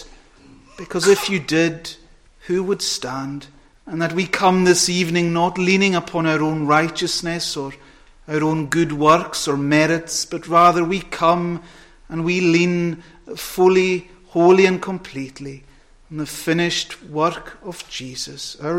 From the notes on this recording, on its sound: Friday Evening Communion Preparatory Service, recorded at North Harris Free Church on the evening of Friday 16th September 2022.